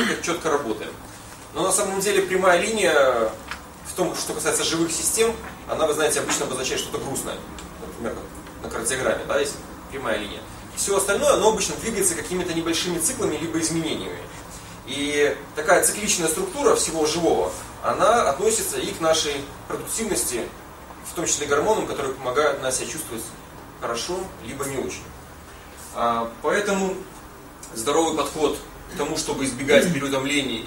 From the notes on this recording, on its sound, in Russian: Запись лекции